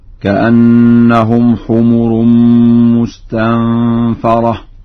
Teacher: قرأها ورش بفتح الفاء هكذا: كأنهم حمر مستنفرة.